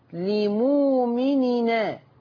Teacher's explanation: يعني ايه نقل؟ يعني هنشيل الهمزه بتاعت ان وناخد الفتحه نحطها على نون التنوين · Term: النقل